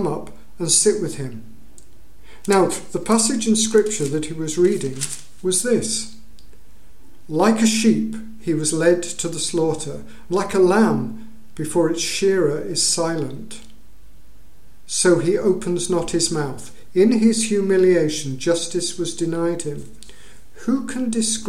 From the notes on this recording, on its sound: At King's Church, Cockermouth, as an audio file.